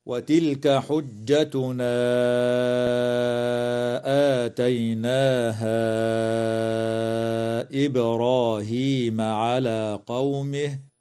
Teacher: وتقلقل الباء في كلمة إبراهيم